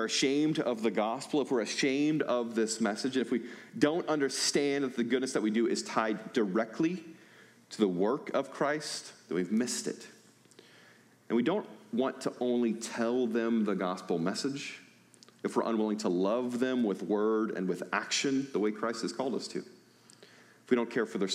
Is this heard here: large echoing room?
yes